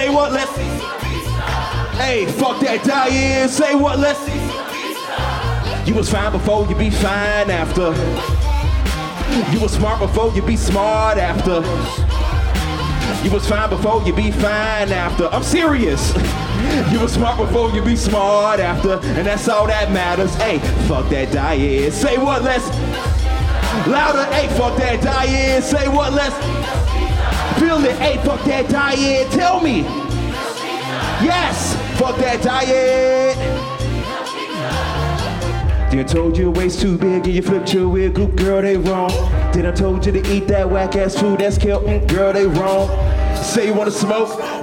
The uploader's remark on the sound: performed Live at The Green Mill for the live magazine "The Paper Machete"